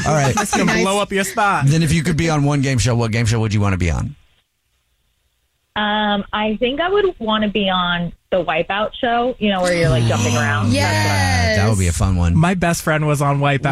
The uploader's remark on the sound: There is a woman on the phone